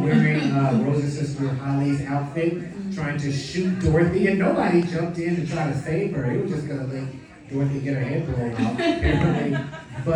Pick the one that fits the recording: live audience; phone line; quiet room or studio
live audience